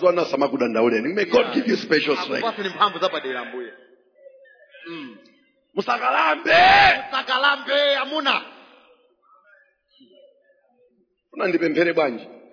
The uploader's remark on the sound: Preached During the Week of Jubilee at Word Alive Blantyre City Church